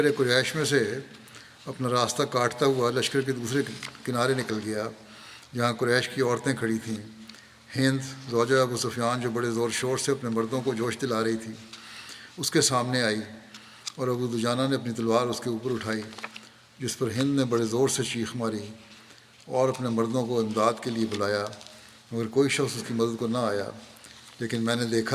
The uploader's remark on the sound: from Masjid Mubarak in Islamabad, Tilford, UK